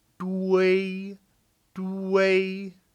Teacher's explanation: if you add an initial in front of it, for example, DUI, adding D in front of the U, UEI, the E drops in the pinyin spelling, but it does not drop in the pronunciation. It still is DUI, DUI.